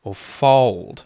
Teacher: Oh is a diphthong, right? You're getting a sound change in the vowel. There's more than one vowel sound that happens there.